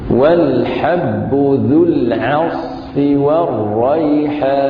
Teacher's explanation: العين ترقق يعني على مرتبة واحدة